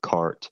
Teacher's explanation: both accents would have been rhotic, which means that in a word like cart, the r would have been pronounced